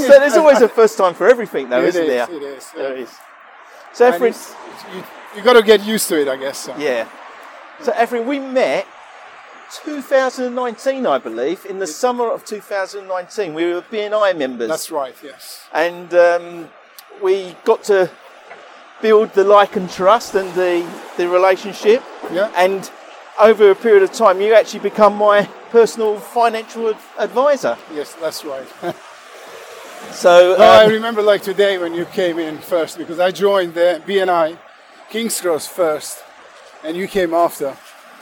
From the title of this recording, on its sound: Walk and Talk